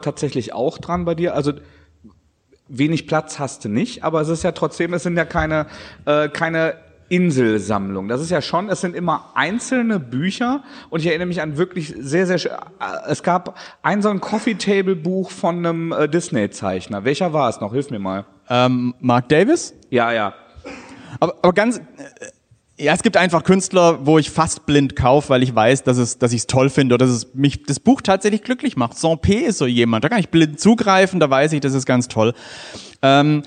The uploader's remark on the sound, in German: unsere erste Live-Folge